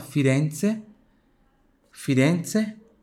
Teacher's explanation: onde tem o um Z aqui, tem som de TS igual pizza